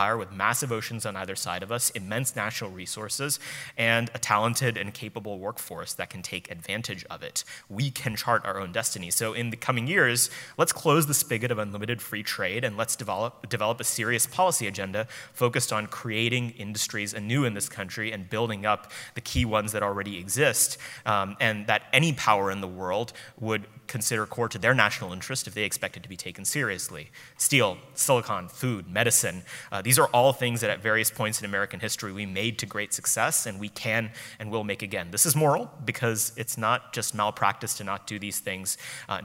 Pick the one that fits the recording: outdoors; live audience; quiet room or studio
live audience